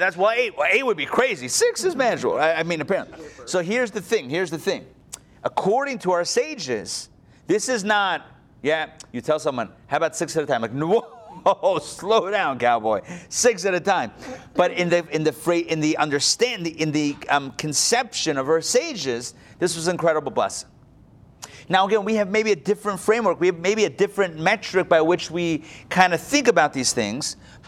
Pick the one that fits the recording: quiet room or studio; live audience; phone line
live audience